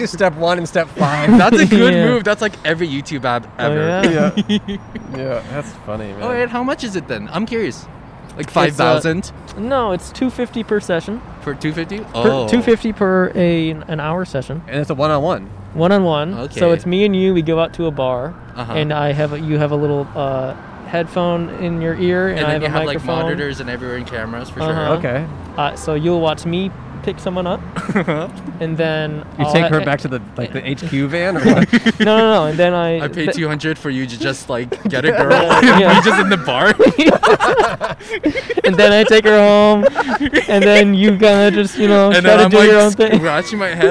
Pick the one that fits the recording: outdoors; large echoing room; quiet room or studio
outdoors